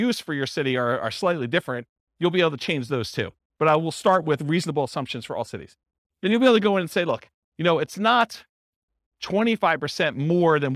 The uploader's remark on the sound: This was a live class recorded